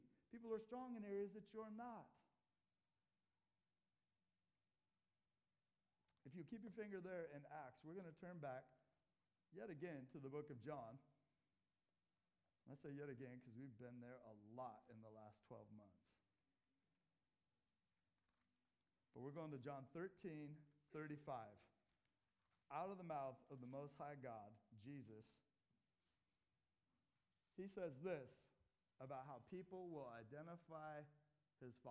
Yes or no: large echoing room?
yes